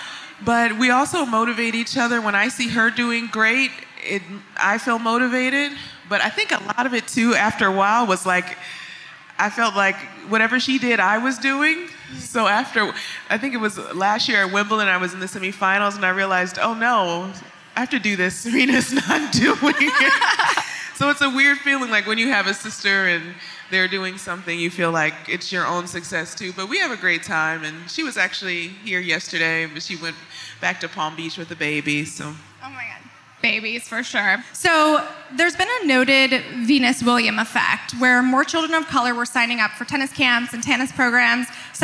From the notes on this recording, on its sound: Live from Vision Summit. This minisode is coming live from the first ever Create & Cultivate Vision Summit. Took to the main stage for a keynote conversation.